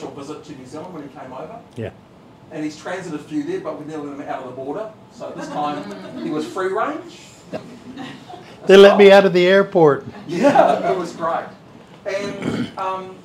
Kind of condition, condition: setting, live audience